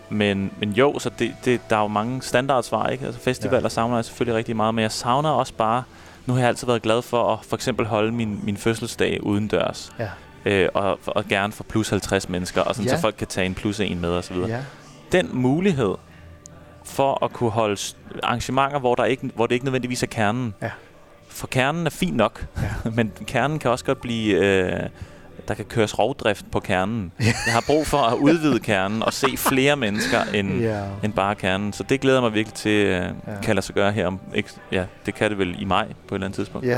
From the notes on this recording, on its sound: Live fra Salen. Dørene åbner for første gang efter Lockdown & vi sendte live i salen.